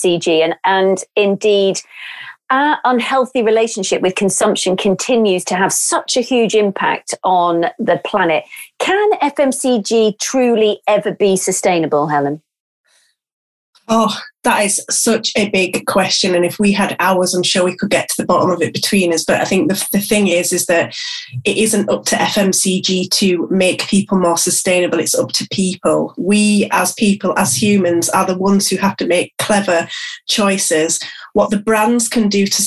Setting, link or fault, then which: link, video call